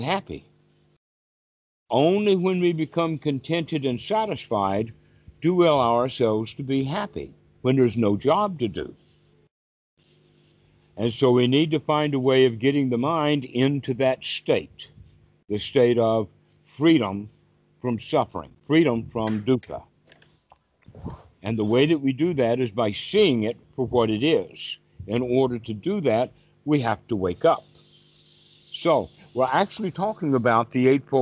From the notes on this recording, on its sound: Skype calls on this channel.